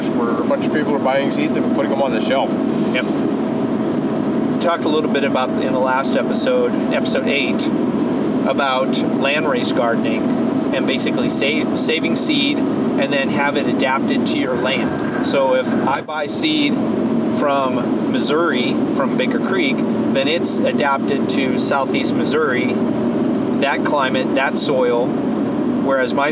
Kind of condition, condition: setting, inside a vehicle